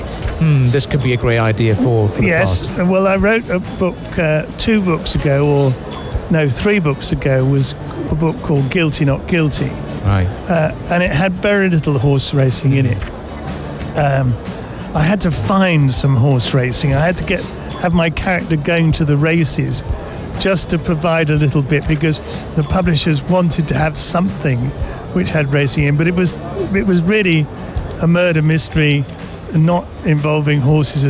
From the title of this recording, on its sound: Live from SIBF 2023